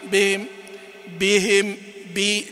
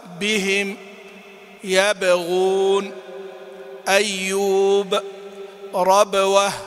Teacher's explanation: بعضهم يأتي بهم بهم بهم بي، لا الباء غير الهاء، الباء شديدة ومجهورة، الهاء مهموسة وإيش ورخوة · Shown in: second take · فلا تكون في القوة سواء.